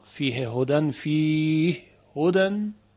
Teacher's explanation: ادغام ها در ها